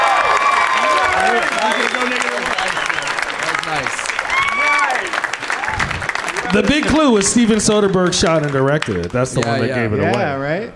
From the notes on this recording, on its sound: Live from Cobb's Comedy Club in San Francisco